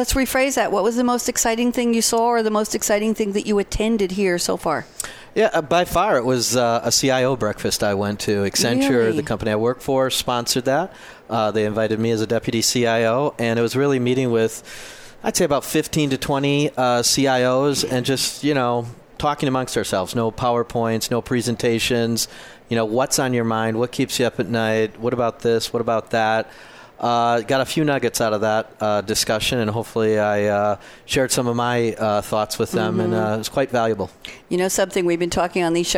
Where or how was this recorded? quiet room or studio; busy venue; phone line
busy venue